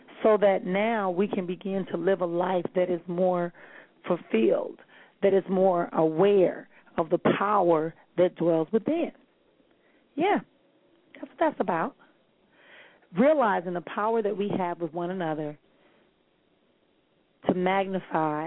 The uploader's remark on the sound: callers may call in with questions